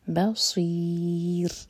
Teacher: رو کو ساکن کریں گے تو رو باریک ہوگا یعنی کہ صرف زبان کی ٹپ یوز کریں گے